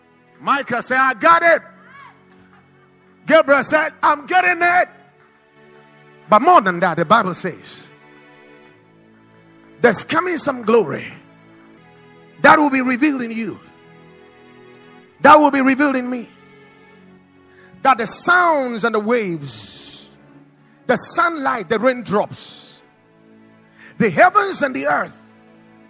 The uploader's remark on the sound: Preached at the Watered Garden Church